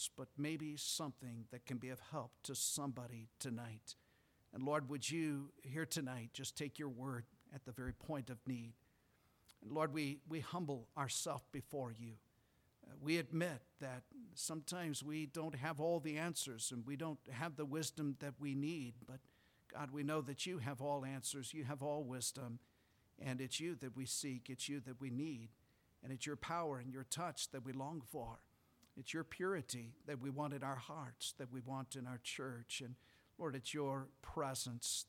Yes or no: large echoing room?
yes